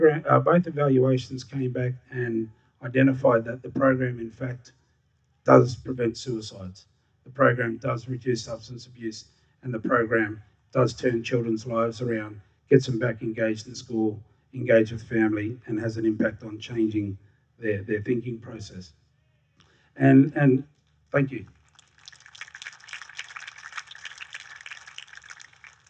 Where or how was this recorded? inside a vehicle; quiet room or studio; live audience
live audience